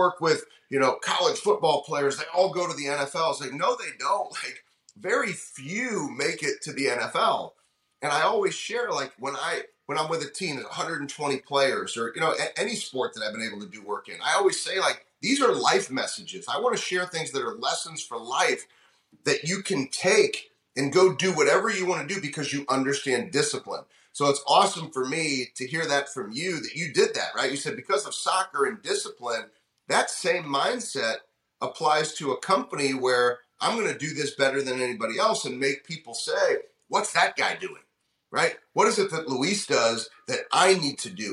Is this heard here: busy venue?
no